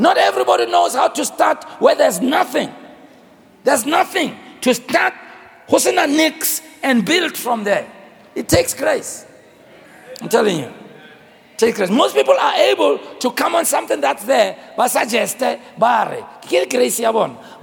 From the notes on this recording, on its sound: preached at the Crossover Service, on the 31st of December, 2023